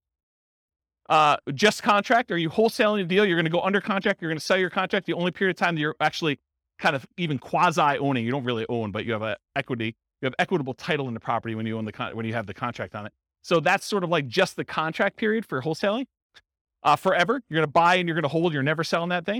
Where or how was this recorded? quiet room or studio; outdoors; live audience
live audience